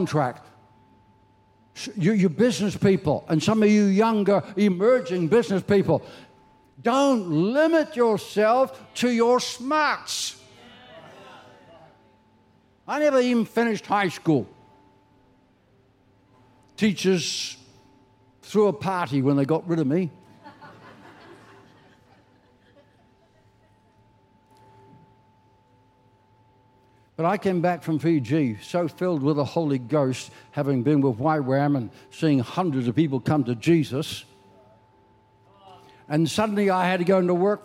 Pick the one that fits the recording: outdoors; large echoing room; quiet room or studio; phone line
large echoing room